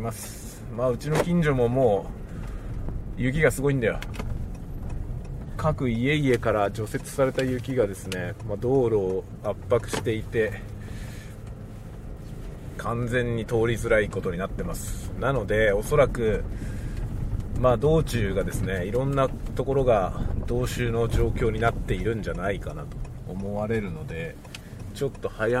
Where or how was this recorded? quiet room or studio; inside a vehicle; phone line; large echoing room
inside a vehicle